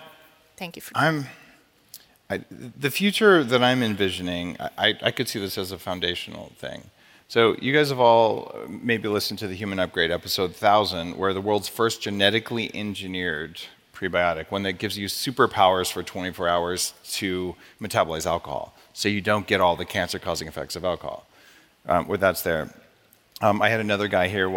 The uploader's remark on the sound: LIVE from the 9th annual Biohacking Conference in Orlando Florida.